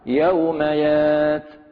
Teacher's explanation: هنا يعني في يعني في سورة يعني هود قوله تعالى: يوم يات، فهكذا عند الوقف عليها يوم يات، عند الوصل يوم ياتي لا تكلم نفس، وفي الأنعام يوم ياتي، فهذه وقفت عليها بالسكون يوم يات مع الهمس يعني في التاء